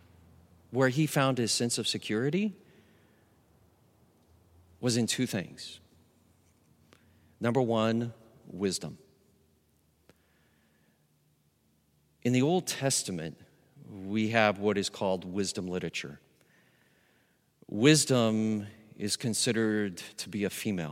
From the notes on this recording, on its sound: Recorded live at Beatitudes Church in Phoenix, AZ